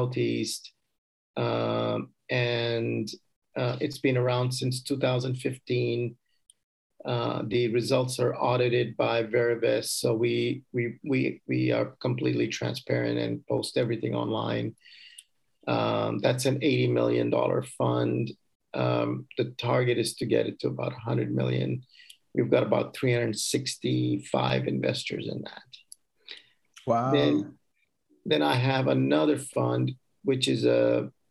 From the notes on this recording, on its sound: Investors Gallery is a live call open to the public. Through this live zoom conference anyone can asks questions.